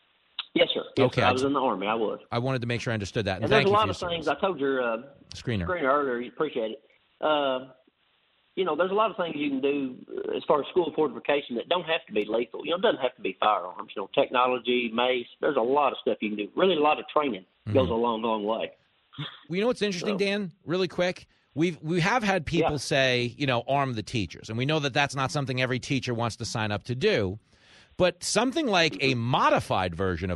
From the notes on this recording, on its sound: Opens up the phone-lines to the Fox Across America Faithful. Spoke to FAA callers.